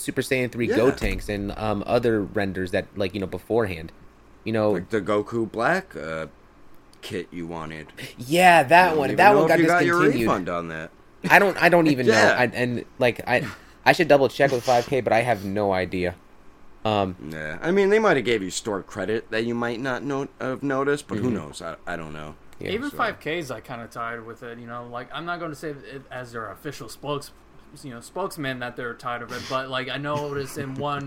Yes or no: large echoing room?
no